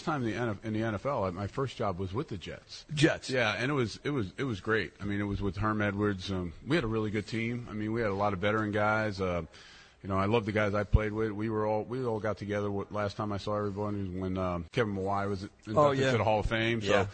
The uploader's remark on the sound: live from Oheka Castle